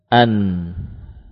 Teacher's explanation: berpindahnya suara dari ujung lidah menuju ke pangkal hidung